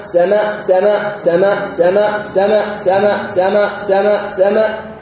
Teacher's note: الهمزة ثقيلة لشدتها وجهرها بدون المد